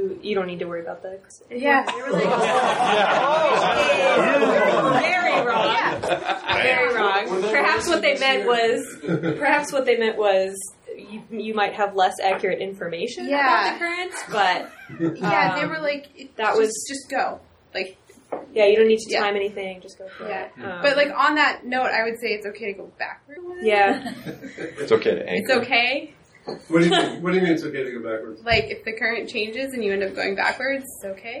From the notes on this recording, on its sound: The roundtable discussion of the six teams who were willing to sit around with a couple of microphones. Recorded live at the KYC with an in-studio audience.